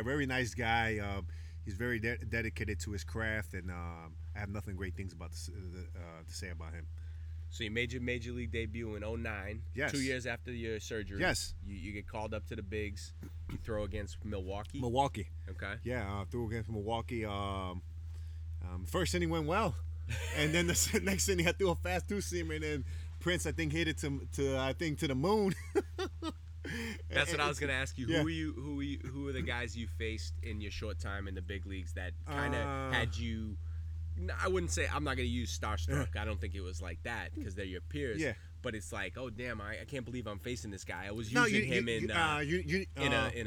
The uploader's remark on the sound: I took my podcasting talents to Mexico. The podcast was recorded on a private beach at his home in Isla Mujeres. Sometimes all you need is a laptop, a microphone and a bottle of Mezcal to make it happen.